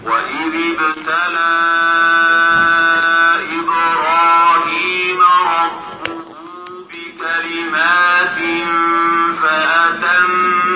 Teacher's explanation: الباء الساكنة بكل قلقلة يا بنات